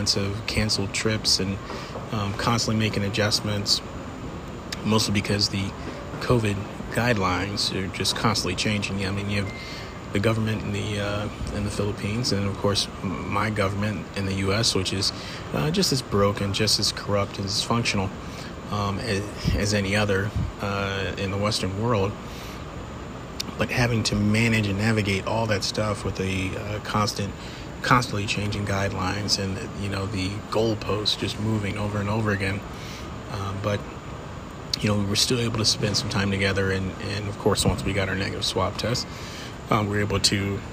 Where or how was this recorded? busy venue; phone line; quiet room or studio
busy venue